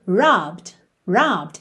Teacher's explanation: O final dele é ed, mas o é não é pronunciado, certo?